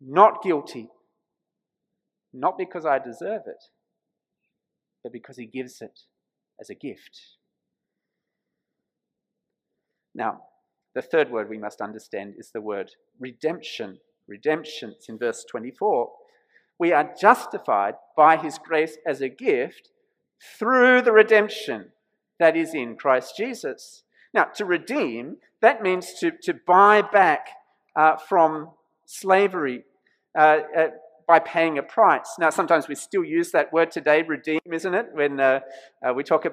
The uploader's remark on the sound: This sermon was preached at St George's Church, Penang on 26th March 2021.